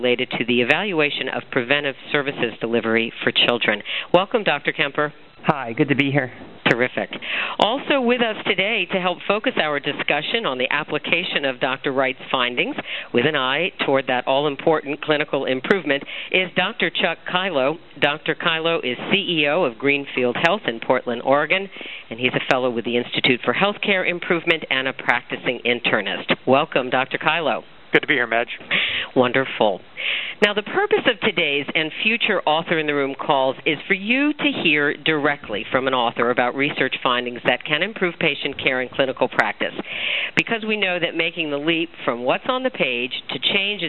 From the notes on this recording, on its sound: May 2005 Author in the Room® Teleconference